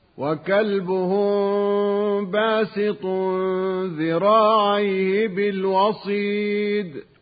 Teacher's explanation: تخفى الميم الساكنة قبل الباء مع بقاء الغنة بمقدار حركتين